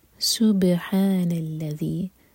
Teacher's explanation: سین پر سیٹی والی آواز